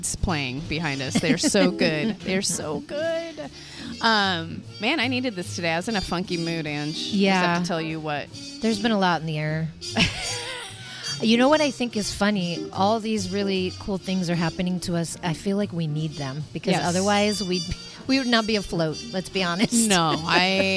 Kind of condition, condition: setting, busy venue